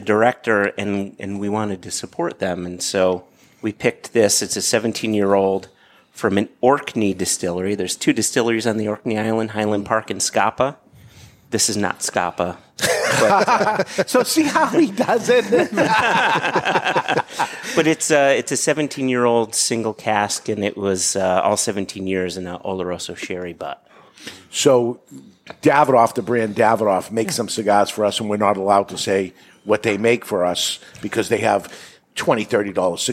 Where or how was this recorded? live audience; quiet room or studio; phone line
live audience